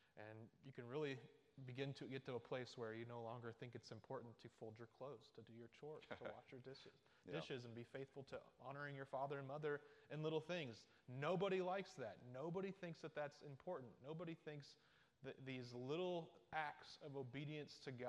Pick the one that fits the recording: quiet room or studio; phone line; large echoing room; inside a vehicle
large echoing room